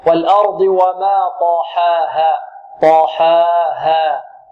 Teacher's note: طاحا الحاء هنا مرققة، ولكن لا نميل الفتحة أو لا نقلل الفتحة، لا نقول والأرض وما طاحاها طاحا، تريد أن ترقق الحاء فتميل، لا، والأرض وما طاحاها طاحاها.